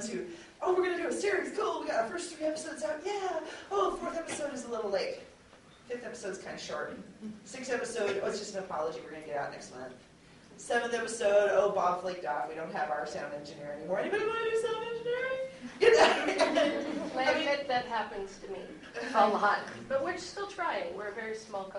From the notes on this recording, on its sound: The rest is the panel “Tell Your Story through Audio Drama” that was held at Geek Girl Con, here in Seattle Wa.